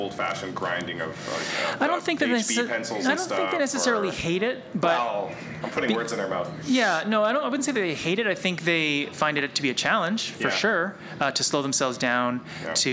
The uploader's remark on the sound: Out of the studio. We were at Winnipeg’s Goodwill Social Club. At the AGM, Annual General Meeting for GDC (Graphic Designers of Canada) Manitoba branch. We decided to do a live taping, not even in a studio, OOTS was OOTS and in front of a small but energetic live audience.